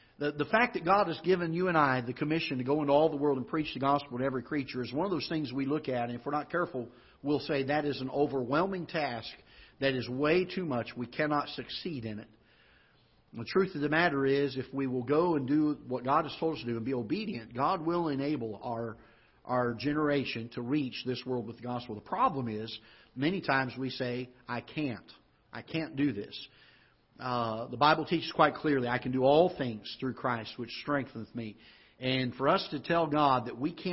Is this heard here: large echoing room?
yes